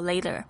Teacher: 特别是这个 T 是夹在两个元音之间的时候呢，你会发现是这种 T 的浊音